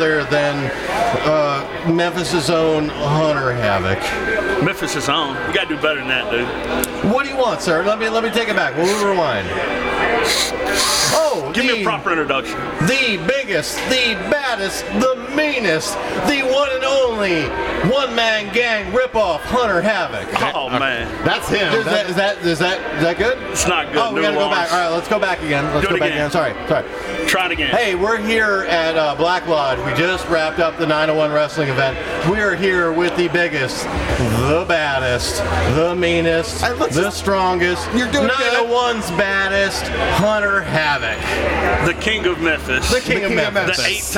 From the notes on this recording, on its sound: on location at Black Lodge